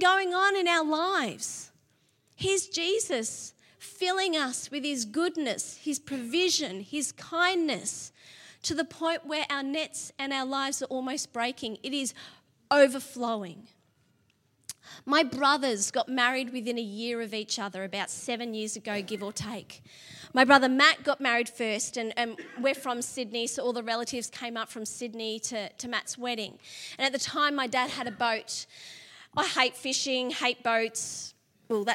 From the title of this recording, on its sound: LIVE at Echo Church